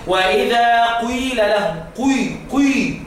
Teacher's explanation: انا بنطق كسرة بس بشير بضمة · Term: الاشمام